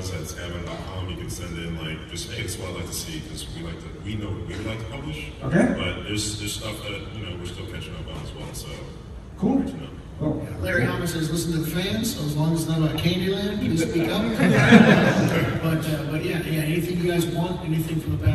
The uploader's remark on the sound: SDCC San Diego Comic Con 2023. Include some audio from those panels where available. As it happened on the Convention floor.